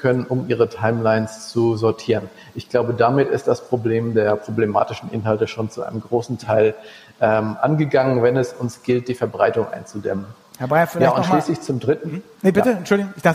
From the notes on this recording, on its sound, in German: Die Audio-Aufnahme ist ein Mitschnitt des Polit-Panels des Data-Summit 2020